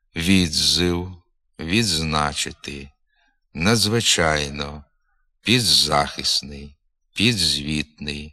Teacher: На межі префікса і корення правописне «дз» вимовляється як два звуки. Звук «дз» на місці звука «д» і приголосний «з».